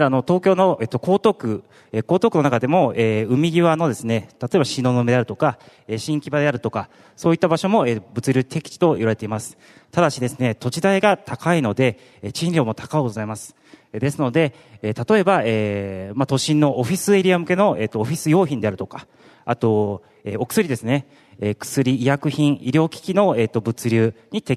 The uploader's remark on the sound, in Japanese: ２月２０日に東京証券取引所で開催した「J-REITファン2016」に登壇した